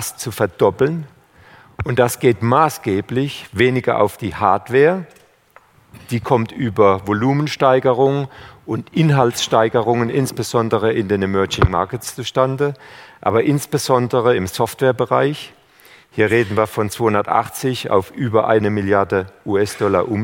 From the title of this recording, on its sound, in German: beim auto motor und sport Kongress 2019